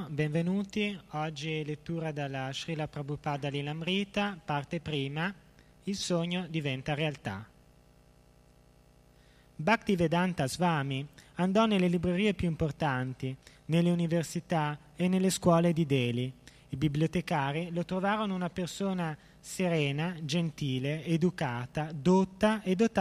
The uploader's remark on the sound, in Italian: in diretta dal Tempio di Villa Vrindavana